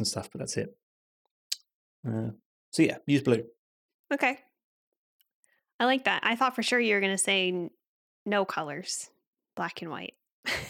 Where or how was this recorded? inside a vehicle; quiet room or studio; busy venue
quiet room or studio